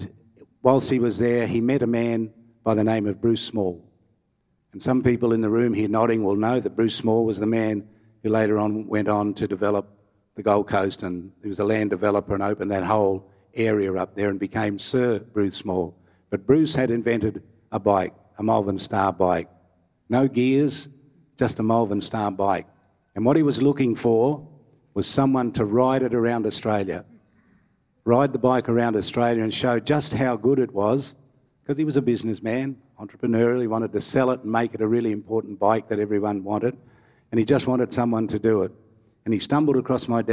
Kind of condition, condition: setting, live audience